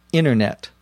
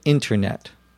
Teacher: the word internet often loses that T in the middle when we say it quickly · Shown in: first take · internet, instead of internet.